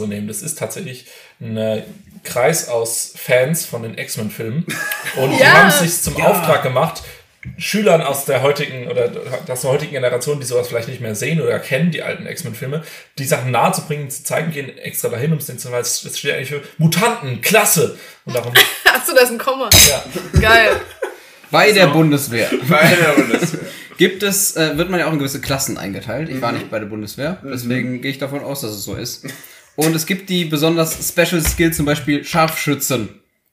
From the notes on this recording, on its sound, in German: Beim Sound haben wir mit 2 Mikros und verschiedenen Einstellungen ein bisschen experimentiert, verzeiht uns das bitte.